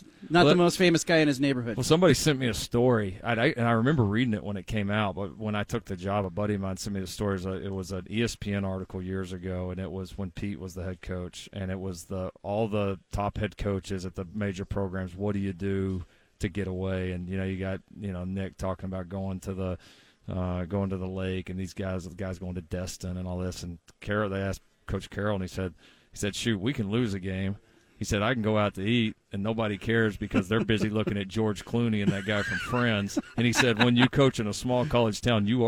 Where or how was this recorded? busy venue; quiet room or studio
busy venue